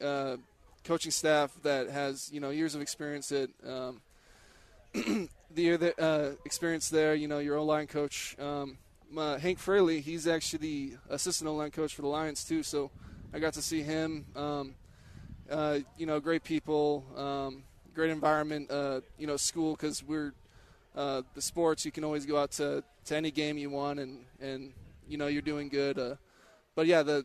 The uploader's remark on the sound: Joins The Lo-Down at Raiders Training Camp.